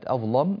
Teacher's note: في كلمة أظلم غلظناها، لماذا؟ لأنها لام مفتوحة وجاء قبلها ظاء وهذه الظاء ساكنة، فانطبق الشرط لا بد لتغليظ اللام أن تكون مفتوحة وأن